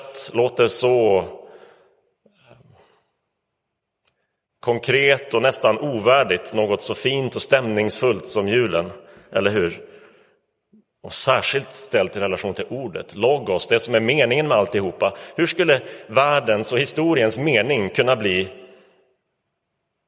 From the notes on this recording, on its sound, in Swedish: Inspelad i Roseniuskyrkan.